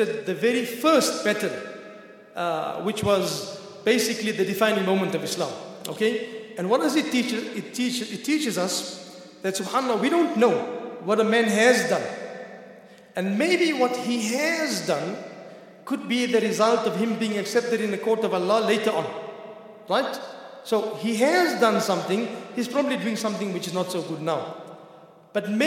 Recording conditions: large echoing room